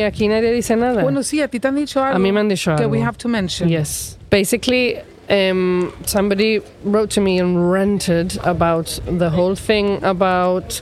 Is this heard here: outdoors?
yes